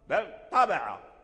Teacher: إذن هذا اللام لا يظهر، أدخل في الطاء لأنه قريب منه. · Term: الإدغام